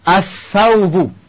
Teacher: lam ini melebur dengan ta, dia beri tasdid